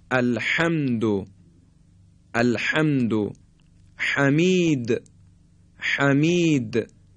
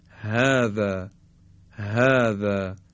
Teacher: بحه، حالا در عربی میگیم بحه، به معنای گرفتگی صدا هست. گرفتگی صدا، زمانی که ما حرف ح رو تلفظ میکنیم · Shown in: first take · مثل کسانی که یک فرض بفهمید پوست تخمه تو گلوشون گیر کرده و میخوان اون رو به بیرون به سه هدایت بکنن و از گلوشون در بیارن، میگن ح.